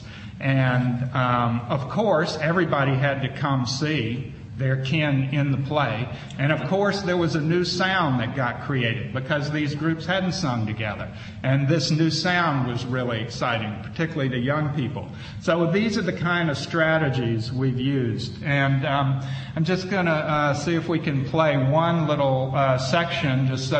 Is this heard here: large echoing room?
yes